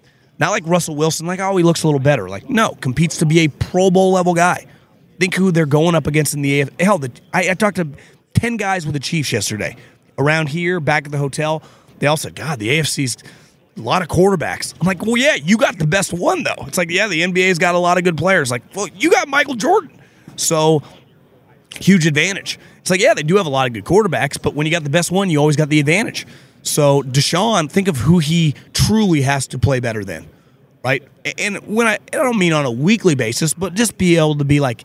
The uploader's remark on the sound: Live from the NFL Combine